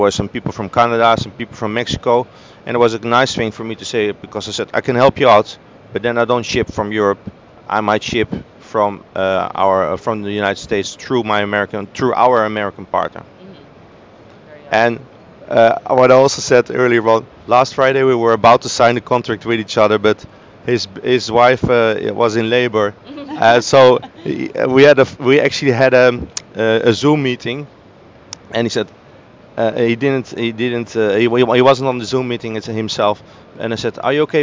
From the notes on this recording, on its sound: Live From Seafood Expo Global.